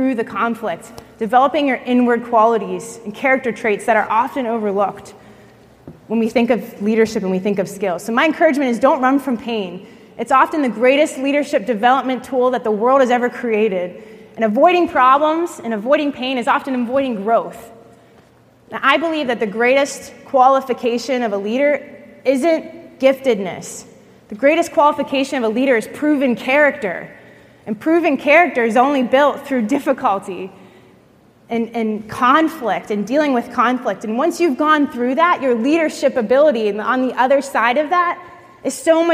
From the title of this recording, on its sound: at the L3 One Day Leadership Conference